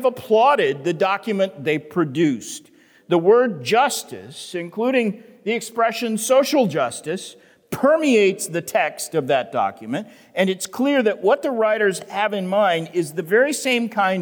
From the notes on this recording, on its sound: The Great Awokening Conference, Session 10